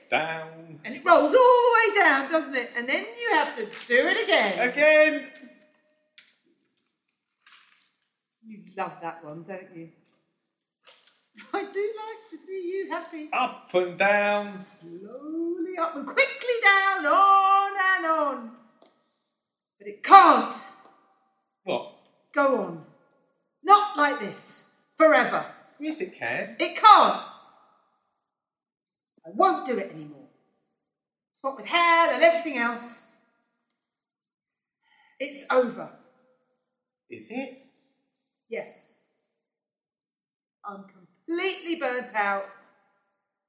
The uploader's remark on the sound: Recorded live. At Hornsey Library, London.